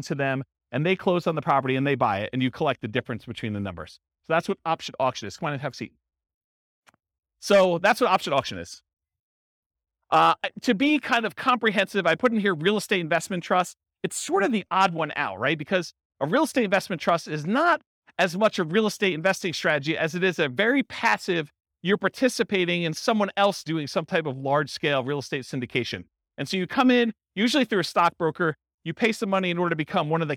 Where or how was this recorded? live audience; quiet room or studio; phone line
live audience